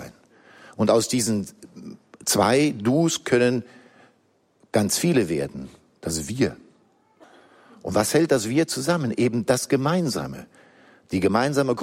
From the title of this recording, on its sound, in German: Kongress Aschaffenburg - Vortrag